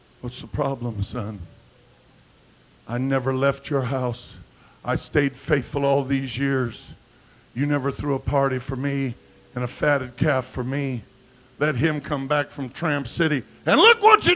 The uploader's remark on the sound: at Calvary Pentecostal Church in Jeanerette at the Jeanerette Bible Conference 2008